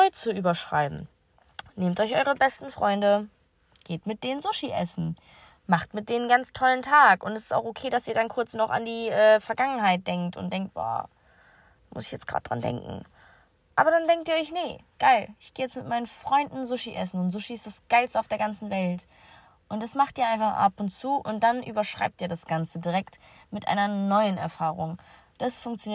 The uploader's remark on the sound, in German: Ich hab das Ganze beim Autofahren aufgenommen, deswegen entschuldigt die Qualität !